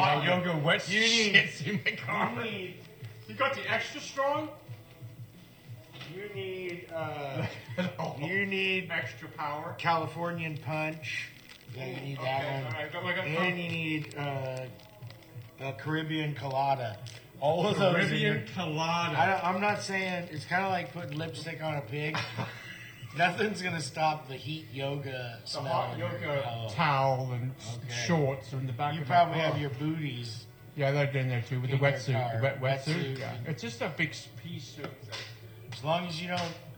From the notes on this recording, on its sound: live from his surf show in Santa Cruz